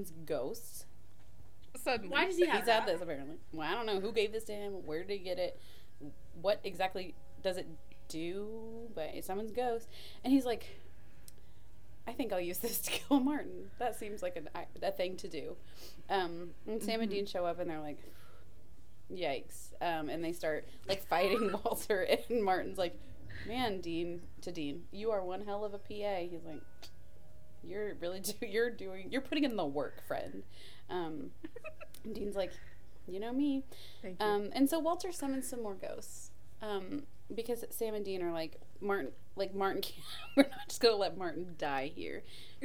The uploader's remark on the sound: Sorry about the wind chimes.